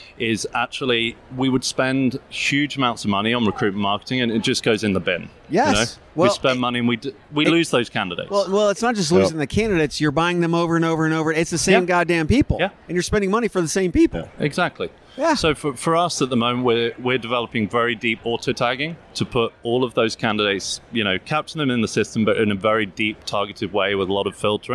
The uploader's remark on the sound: Live from UNLEASH America in Las Vegas